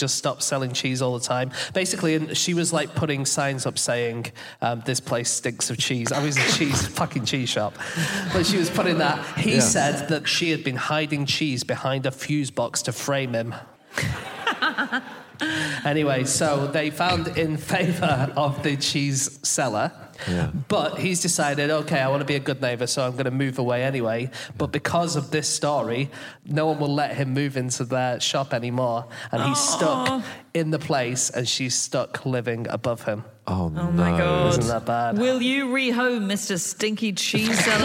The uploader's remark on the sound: Live from Newcastle